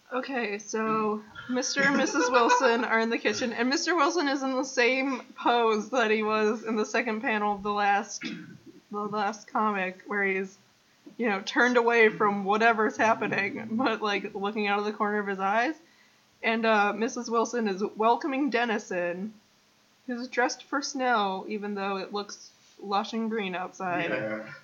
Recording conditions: poor sound quality